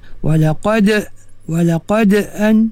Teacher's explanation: Walaqada jangan kuat sangat. Kalau kuat sangat, jadi kubra. Contohnya, walaqada an tak mahal. · Term: qalqalah sughra